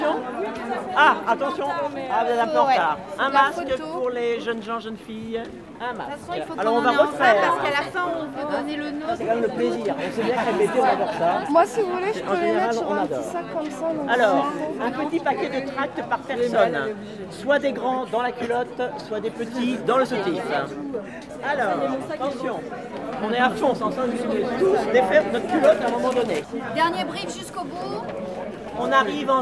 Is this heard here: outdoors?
yes